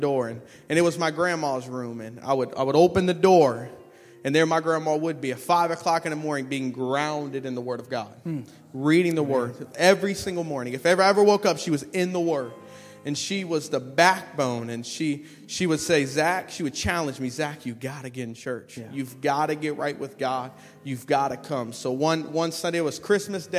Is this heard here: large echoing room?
yes